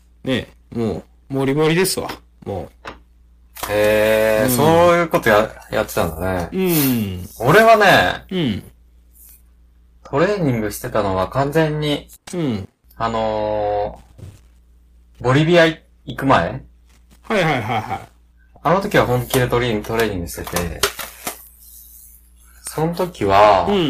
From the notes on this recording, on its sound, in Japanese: 音声も悪く。猫どもが裏でにゃーにゃー言ってる。